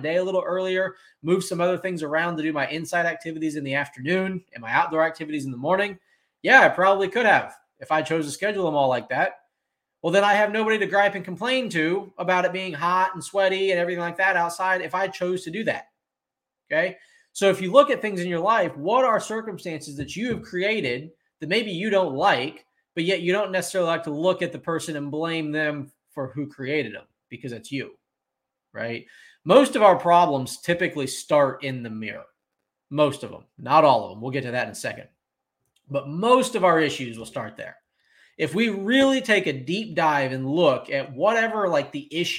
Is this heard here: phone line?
no